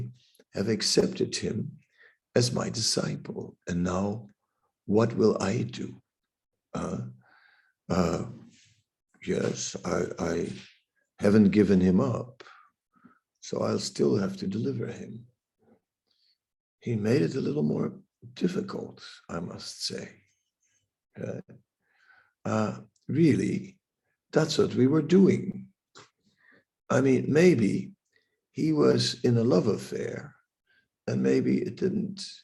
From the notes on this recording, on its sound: Zoom Meeting